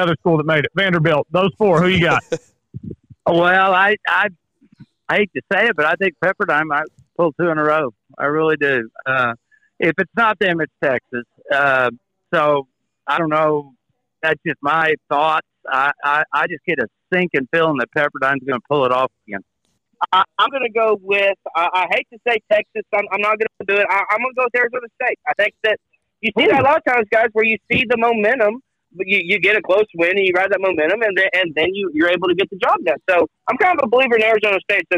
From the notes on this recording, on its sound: Live From Grayhawk! Live reaction following the match play!